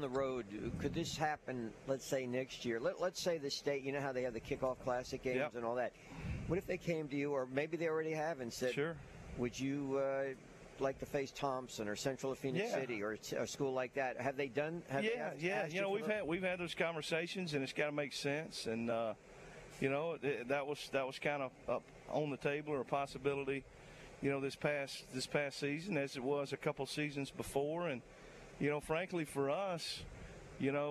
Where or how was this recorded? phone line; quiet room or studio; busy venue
busy venue